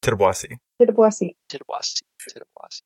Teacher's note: W glide. The schwa almost vanishes and you get kind of a little bit of ejective T with the B folded into the end of it that's labialized. The schwa after the T almost reduces to nothing, and then you do have that weird sort of TBW cluster.